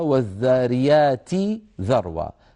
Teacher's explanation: والآية الرابعة مطلع سورة الذاريات، مطلع سورة الذاريات لما يقول والذاريات ذروى، وأصلها والذاريات ذروى، فيبدل التاء ذالا ويدغم الذال في الذال، فيصير النطق بذال مشددة لكن مع المد الطويل